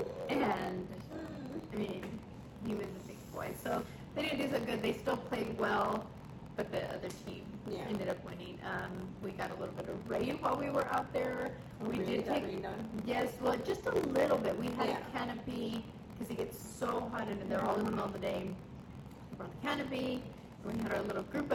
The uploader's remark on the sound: Great podcast but the audio got messed up.